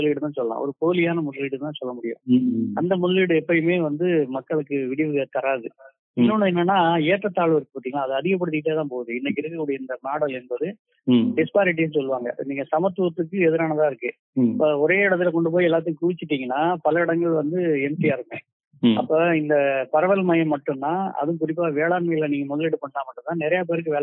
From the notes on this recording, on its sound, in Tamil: ஓர் தொலைபேசி நேர்காணல். ஒரு தொலைபேசி நேர்காணல்.